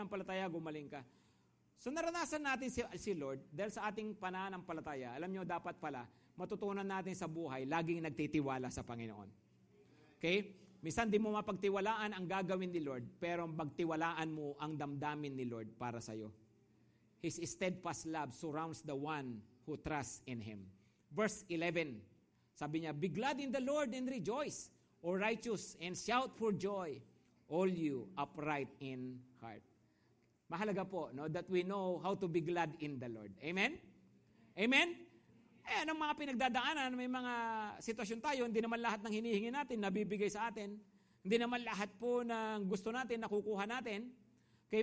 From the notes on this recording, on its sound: Preached last August 6, 2023, at Grace Testament Church's 5pm worship.